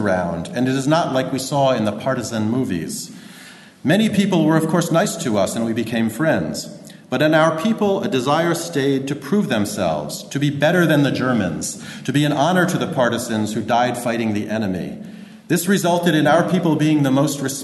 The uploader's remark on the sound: recorded at 'In Search of Transcultural Memory in Europe' conference, UCD, September, 2016.